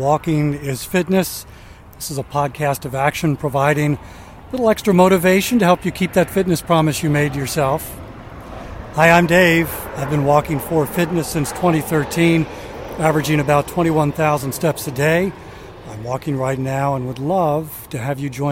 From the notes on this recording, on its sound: On the final day of his week-long walking tour of Washington DC. Takes a ten-minute walk along The Tidal Basin.